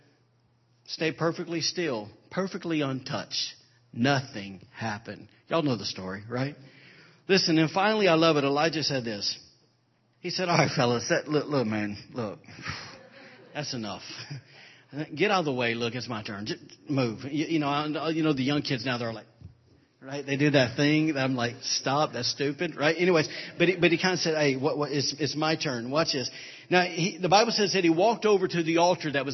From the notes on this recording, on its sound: was recorded on Sunday, April 9, 2017 during Sunday morning service at Celebration Life Family Church